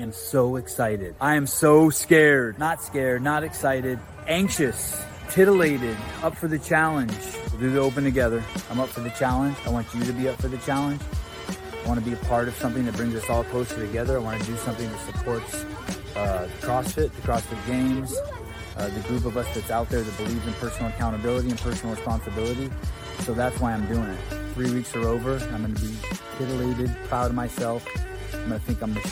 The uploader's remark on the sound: TYR Wodaplooza Gameday // Saturday // Shut Up & Scribble LIVE From MIAMI